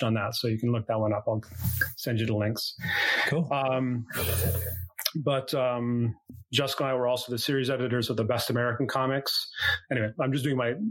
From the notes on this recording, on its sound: The audio in gets a little harsh on this one. Apologies, I’ve since resolved the issue.